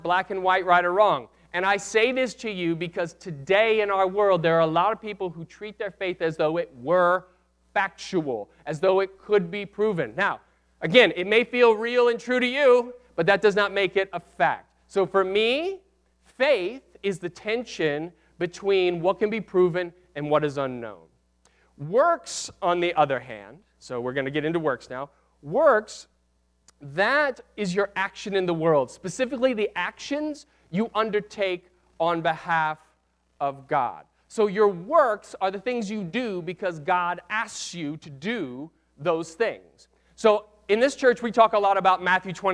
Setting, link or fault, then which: setting, large echoing room